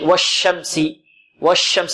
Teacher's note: الشين هنا فيها تفشي، فيها صفة ماذا؟ التفشي